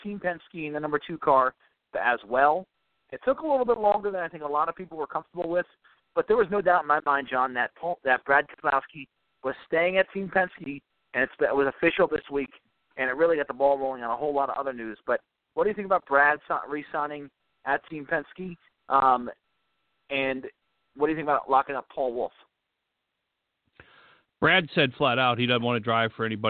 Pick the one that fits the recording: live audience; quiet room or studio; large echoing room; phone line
phone line